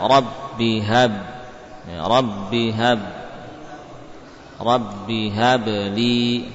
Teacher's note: Langsung ke H. Setelah sempurna satu harokat, pindah ke H.